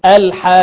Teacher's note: قاف ساكنة بعدها قاف متحركة أدغما للتماثل · Term: المد اللازم